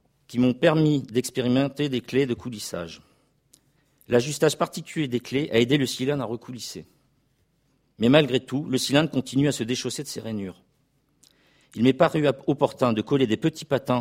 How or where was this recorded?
large echoing room